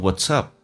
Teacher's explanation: What's 跟 up 有连音，可以说成 what'sup，也可以把它浊化变成 what'sup，这个都可以。It depends on yourspeed，跟速度有关系。What'sup 就是发生什么事情了，那么你怎么了？